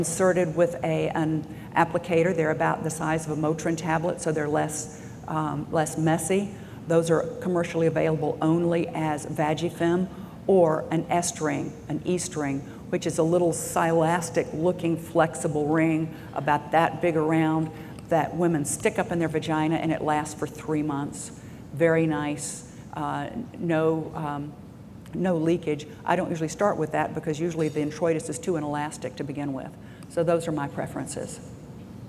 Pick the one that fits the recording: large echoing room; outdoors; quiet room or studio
large echoing room